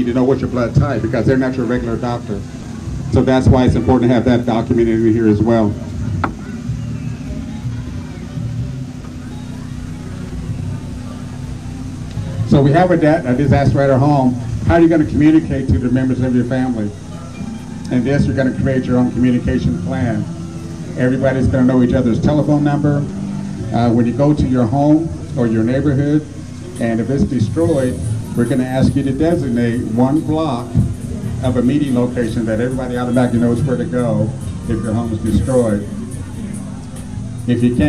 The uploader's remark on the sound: 2nd Annual Knowledge Cypher Lecture Series held at the 11th Annual African American Cultural Festival